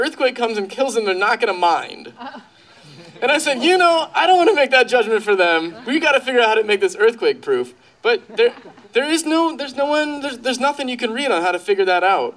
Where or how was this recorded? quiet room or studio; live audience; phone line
live audience